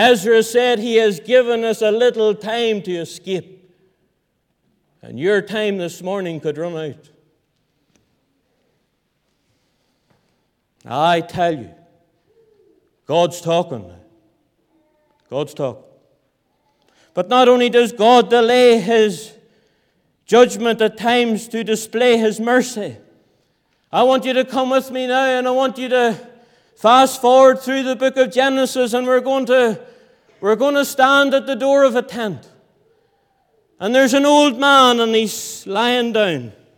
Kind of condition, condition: setting, large echoing room